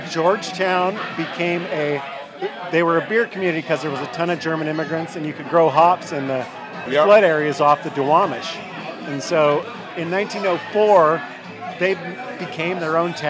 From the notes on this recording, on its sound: Recorded live at Slim's Last Chance Chili Shack & Watering Hole in historic Georgetown.